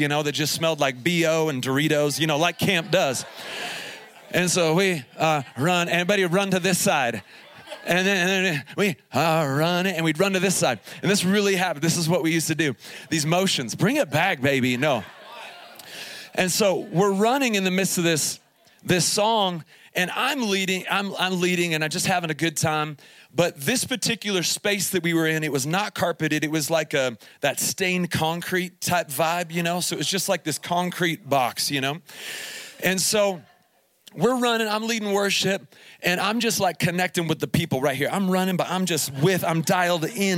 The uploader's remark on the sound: Here is a special edition of the podcast, recorded live from Summer Camp 2021 at Faith Heights. During the morning 1 session.